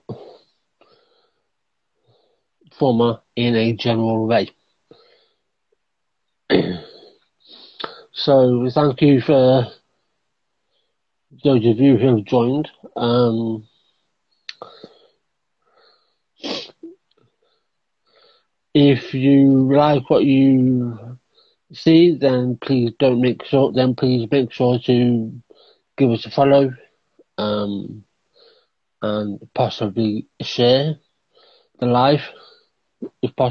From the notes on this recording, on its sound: in an Instagram Live